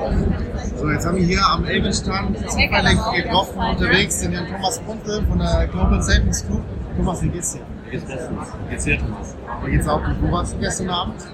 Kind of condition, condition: fault, background noise